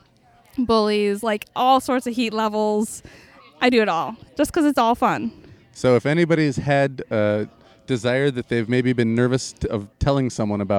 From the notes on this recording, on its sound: Pharmhouse Wellness Art Market. If you were in Grand Rapids. 6 interviews conducted outdoors at my booth. If you hear people in the background, that's just the toke tent folks having fun.